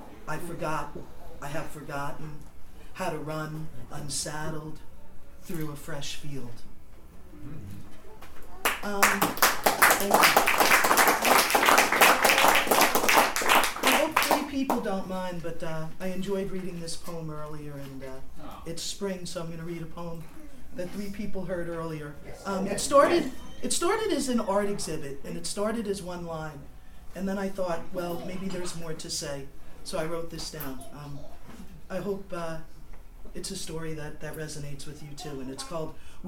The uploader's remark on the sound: Up The River, Issue Three Launch Reading - April 12, 2015